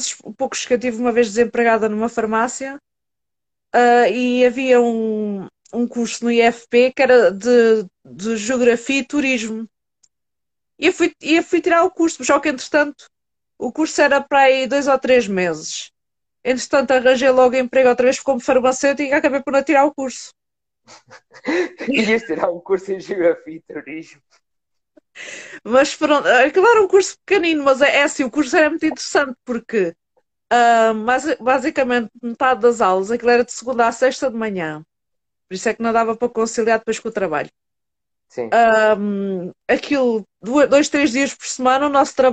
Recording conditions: video call